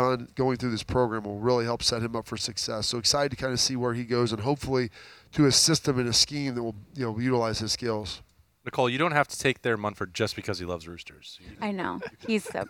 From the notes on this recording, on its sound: during a fun, casual conversation at Roosters on Monday